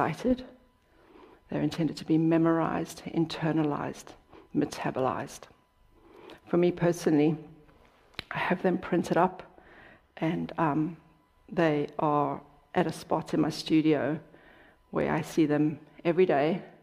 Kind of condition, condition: setting, large echoing room